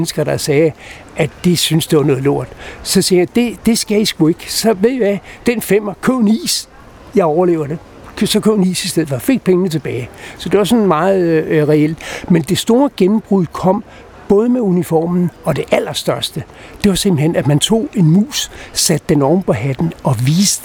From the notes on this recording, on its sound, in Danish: Optaget på Nimb Bar, Tivoli, København.